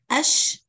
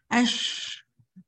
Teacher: صوت التفشي تبع الشين يعني صوتها منتشر كده، موجود منتشر في الفم كله · Shown in: first take · لا احصره في مكان معين.